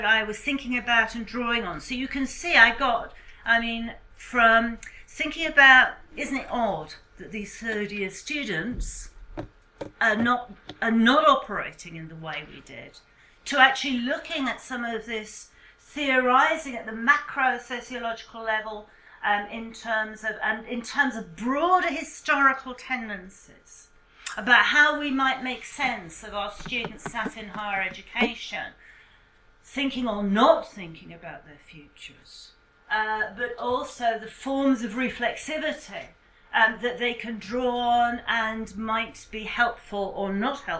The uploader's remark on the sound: speaks at SRHE Joint Network Event